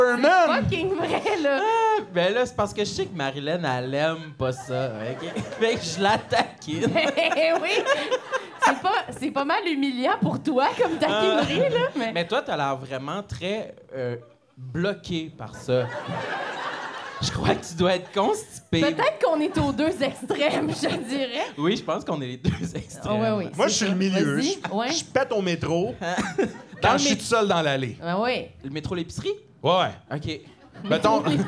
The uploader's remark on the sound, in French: LIVE au ComediHa! Fest 2022. Lors de cet épisode LIVE devant public au ComediHa!